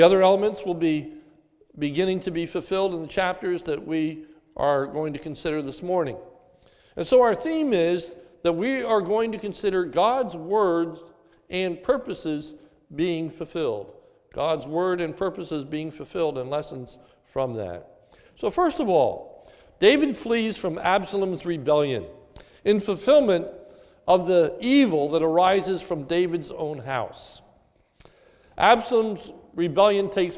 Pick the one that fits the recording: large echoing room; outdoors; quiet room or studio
large echoing room